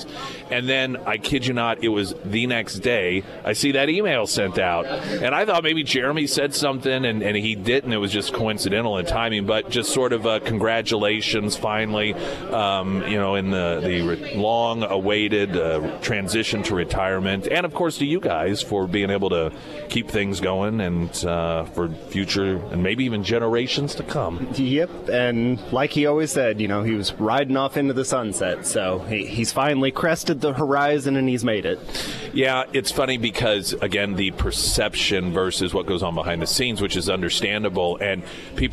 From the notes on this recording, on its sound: live at Scramblers Diner.